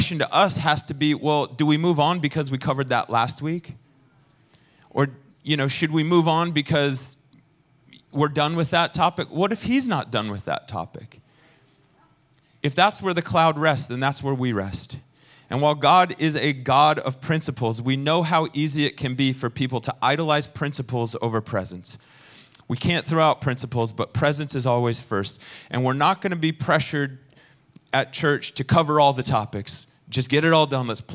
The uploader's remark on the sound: Recorded sunday evening service at Reunion Hawaii